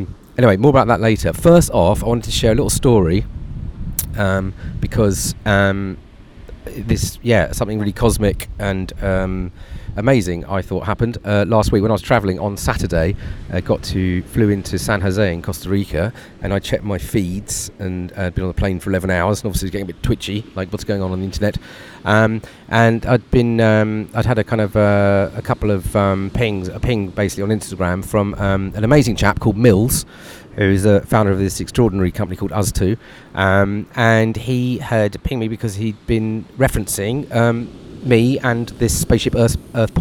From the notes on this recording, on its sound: Live from a beach in Nicaragua